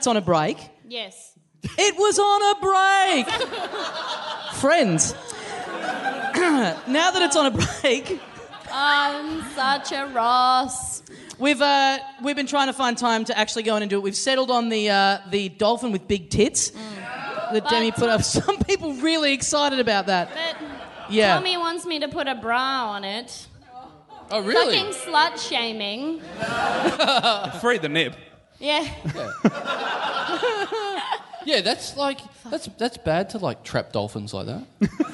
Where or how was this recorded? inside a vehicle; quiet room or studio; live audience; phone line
live audience